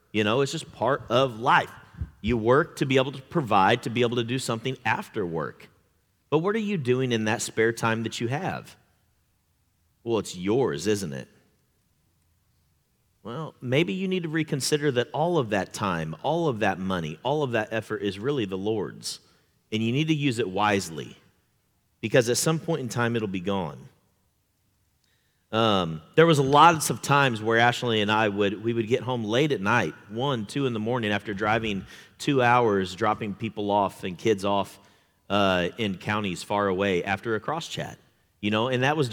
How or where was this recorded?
large echoing room